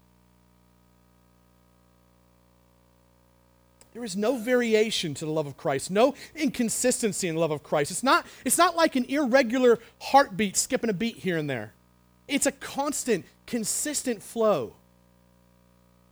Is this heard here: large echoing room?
yes